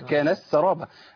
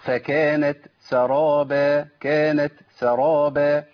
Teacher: لو الهمس ما طلعش بتاع التاء اعرفوا ان التاء ادغمت في السين · Shown in: first take